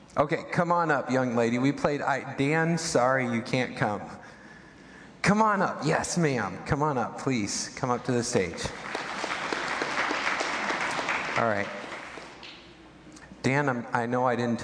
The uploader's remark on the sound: Midland Evangelical Free Church Sermon Audio